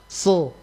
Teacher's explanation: sa itu yang dikasih tebal sehingga dia kedengaran so · Term: sa yang ditebalkan